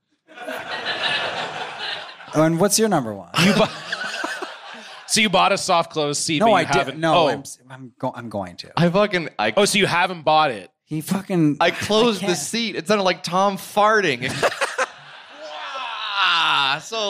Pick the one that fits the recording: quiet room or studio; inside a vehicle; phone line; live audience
live audience